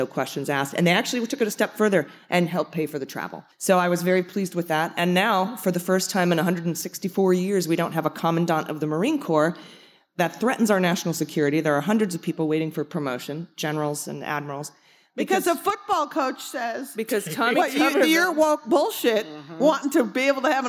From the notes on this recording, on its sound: Live From Netroots Nation. AKA the largest gathering of progressive writers, activists, and organizers in America!